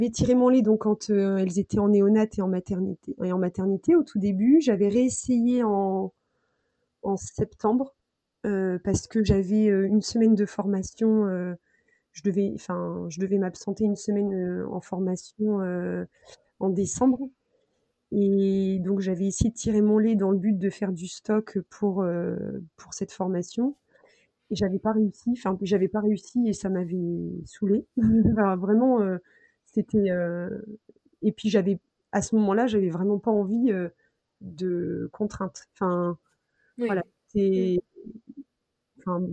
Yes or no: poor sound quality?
yes